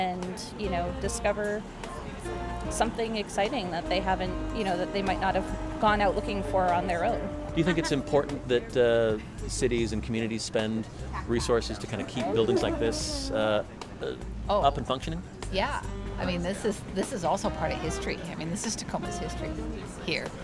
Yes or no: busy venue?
yes